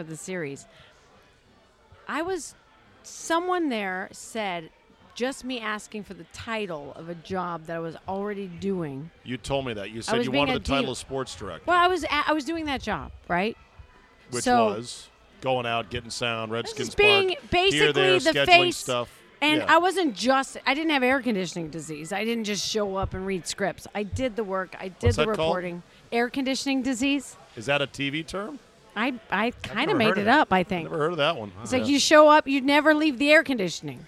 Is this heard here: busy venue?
yes